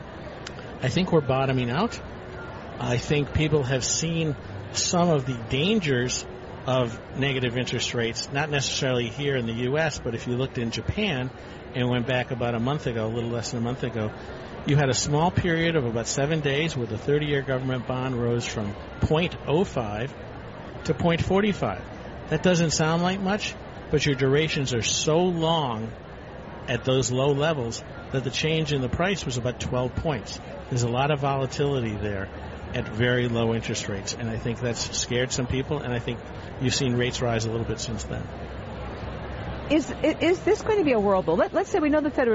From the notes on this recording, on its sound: Live from the 2016 US Tennis Open.